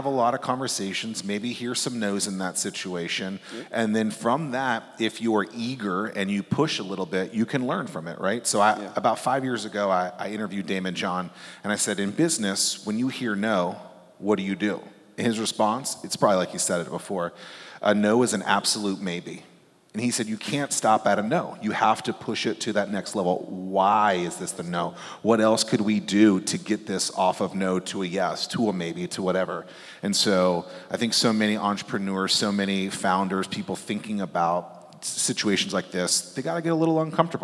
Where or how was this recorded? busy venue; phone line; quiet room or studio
busy venue